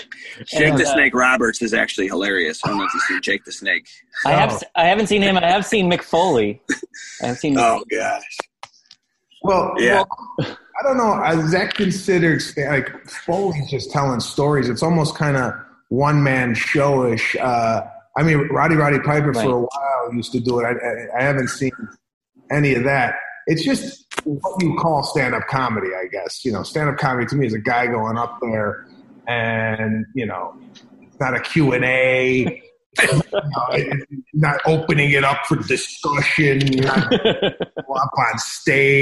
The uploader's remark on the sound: sat down with me on Zoom